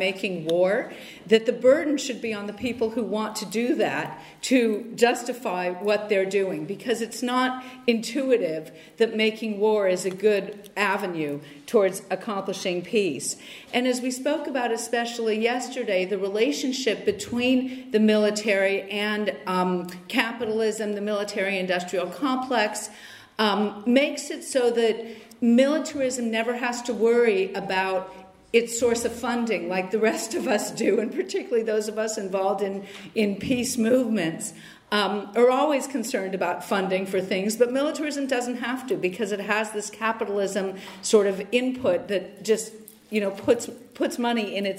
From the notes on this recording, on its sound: Lecture on the conference "70 years: no peace with NATO" by Rosa-Luxemburg-Stiftung in Frankfurt, Germany, March 31 2019